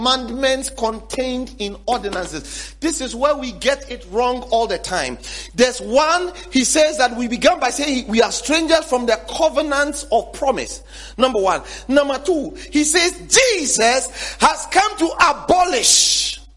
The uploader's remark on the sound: Sermon series preached at The Faithlife Church, Ghana-Tema Community 3 Site A.